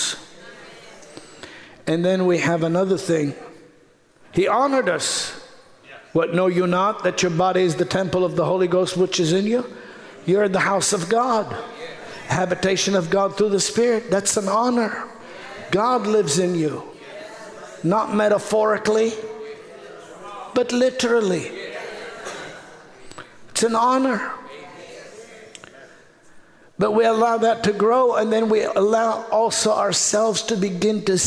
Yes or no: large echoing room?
yes